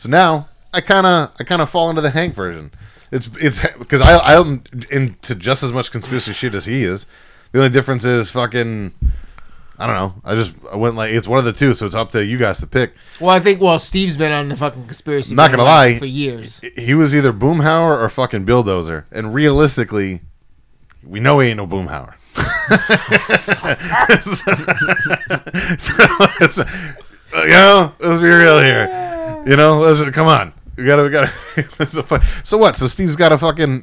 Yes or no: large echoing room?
no